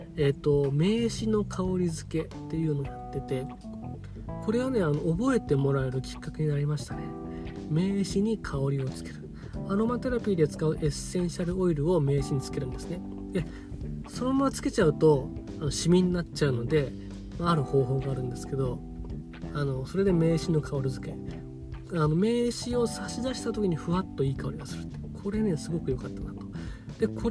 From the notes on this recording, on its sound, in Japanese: 車の中から配信中。スマホのマイクが逆になってて撮り直した回。